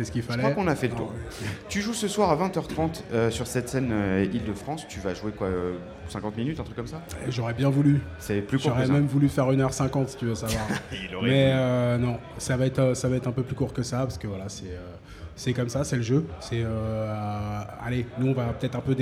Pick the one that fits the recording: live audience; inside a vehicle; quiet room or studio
live audience